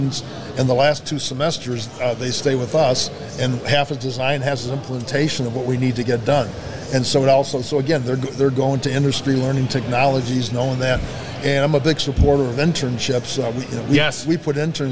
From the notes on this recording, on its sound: Industry professionals at Accruent User conference in Nashville.